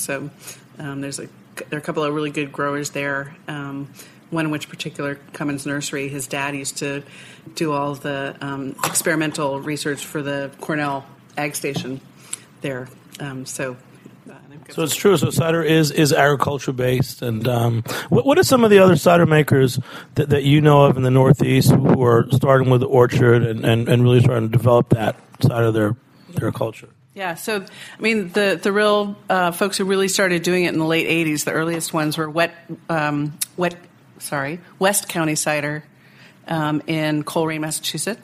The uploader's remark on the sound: Recorded on-site at Jimmy’s No 43 a few months ago, this episode features an in-depth discussion on cider and some on-air tastings.